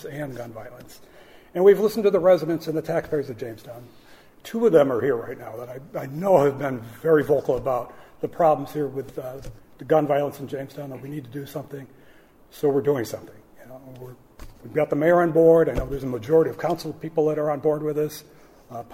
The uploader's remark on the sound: This is the audio from the City of Jamestown's joint press conference